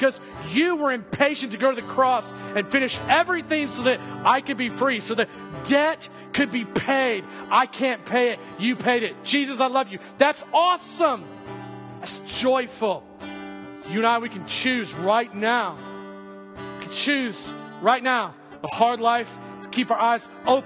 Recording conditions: large echoing room